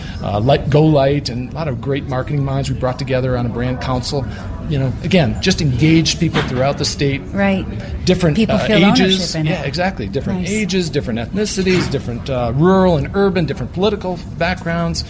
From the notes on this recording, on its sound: On location from the BMA Colorado regional conference B2B Rising